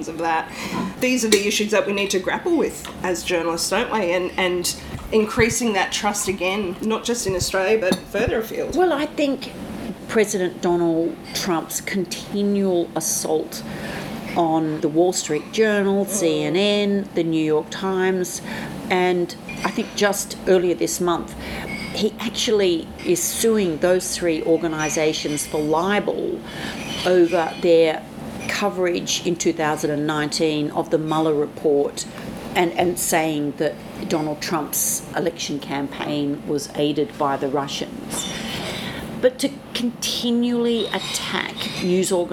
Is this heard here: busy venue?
yes